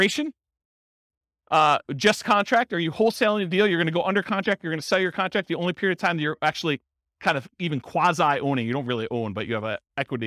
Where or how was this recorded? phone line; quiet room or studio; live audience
live audience